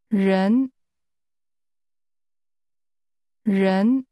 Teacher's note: This word begins with a sound we don't have in English. It's like a cross between an R and a Y.